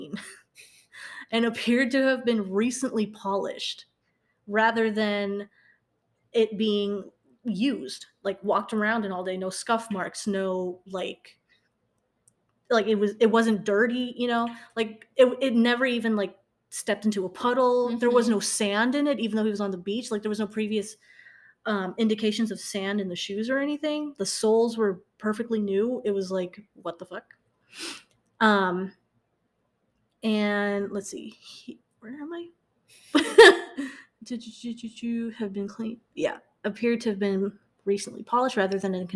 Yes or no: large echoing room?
no